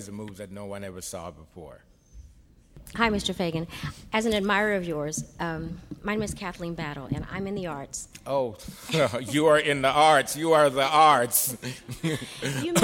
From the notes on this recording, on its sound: In this podcast, recorded at the Academy of Achievement's 2001 Summit in San Antonio, Texas.